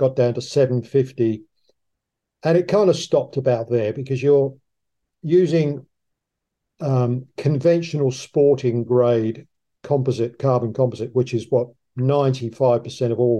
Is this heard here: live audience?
no